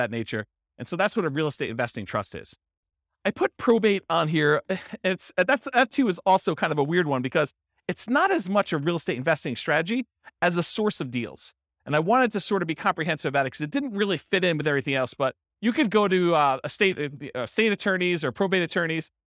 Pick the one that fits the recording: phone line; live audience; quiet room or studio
live audience